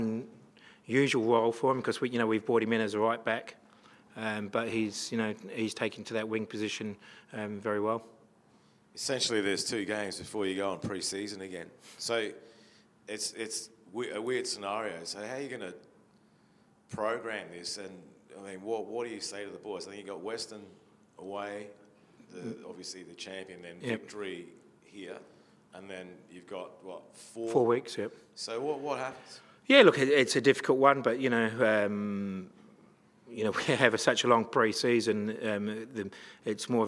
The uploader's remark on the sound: post-match press conference